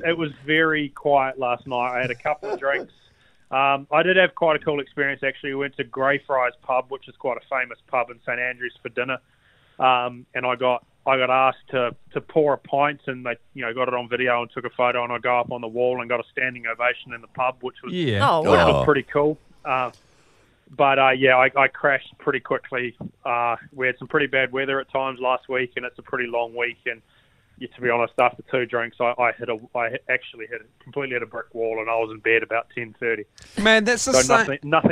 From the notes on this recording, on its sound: joined on the phone all the way from the UK